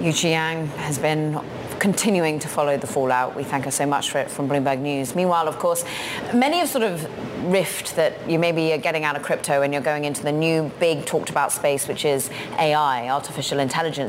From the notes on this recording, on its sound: Live from CES Day Two. Live from CES in Las Vegas break down the latest in consumer technology from the biggest show there is.